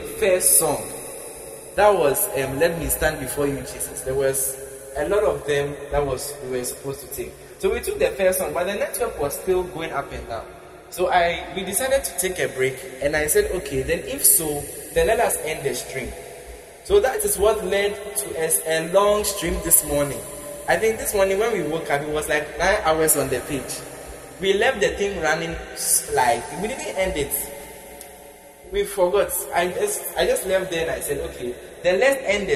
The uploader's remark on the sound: Preached at the Prophetic Encounter Service, Accra, Ghana.